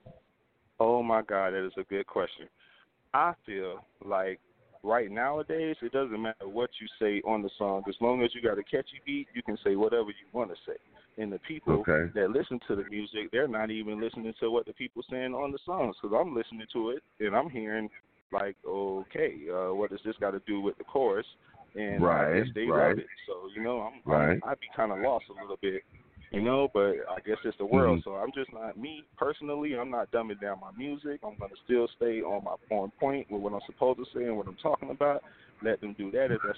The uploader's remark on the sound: Da wake yo ass up morning show is broadcasting live this morning from las vegas nv. On a call in interview.